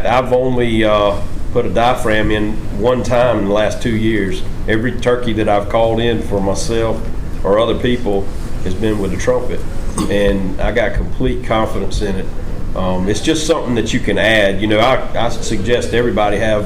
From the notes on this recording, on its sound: Grand National Calling Champions Panel from 2019 NWTF Convention. It is the final seminar recorded at the 2019 NWTF Convention and Sport Show.